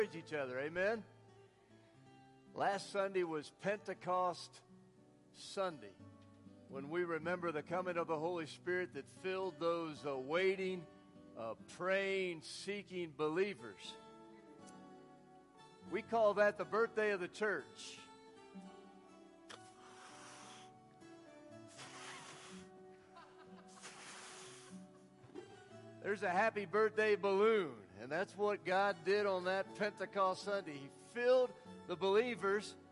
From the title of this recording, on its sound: Woodland Life Church Live